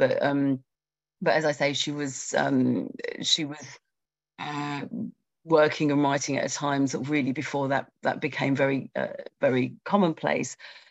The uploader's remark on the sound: A live webinar